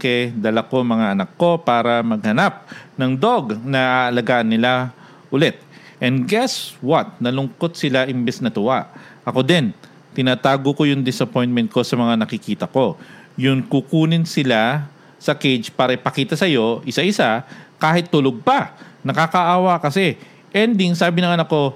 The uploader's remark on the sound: We read comments and ask questions from our live audience.